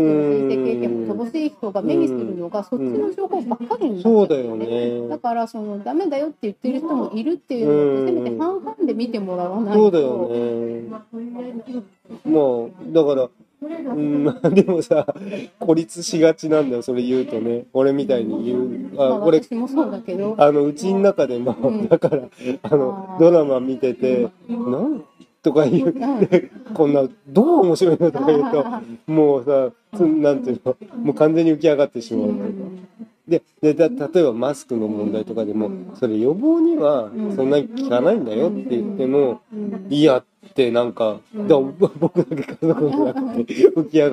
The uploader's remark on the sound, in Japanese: 外食店内の収録なので環境音が入ってお聴きづらいと思いますが